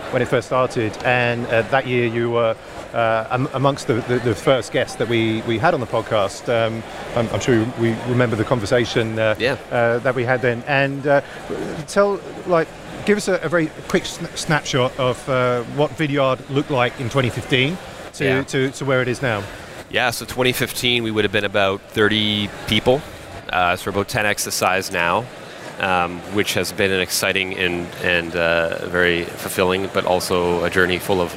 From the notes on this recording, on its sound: Coming to you live from Dublin where we just wrapped the fourth SaaStock flagship conference. This interview was part of the Podcast stage, where we hosted a plethora of podcasters who interviewed our speakers.